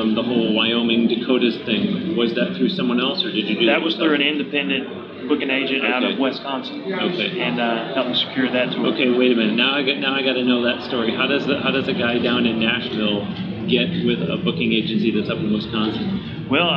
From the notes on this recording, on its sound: Recorded on-location in Nashville at the Summer NAMM Show